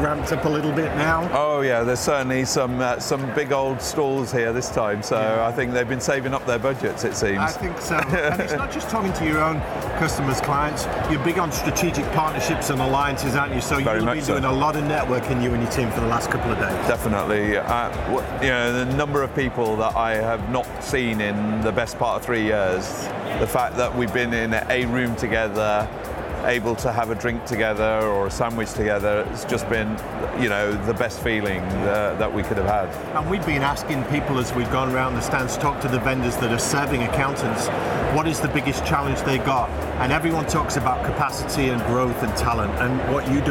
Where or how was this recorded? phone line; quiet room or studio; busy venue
busy venue